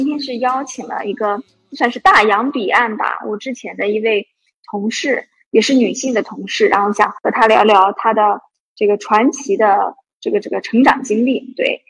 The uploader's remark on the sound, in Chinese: 采访了远在英国的一位“传奇”女子，所以环境里会有点杂音和回声。